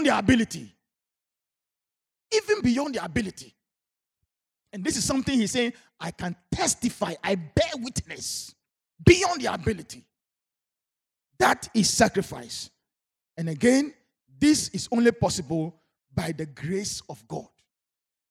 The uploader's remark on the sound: Sermon preached at CBC Shiashie Campus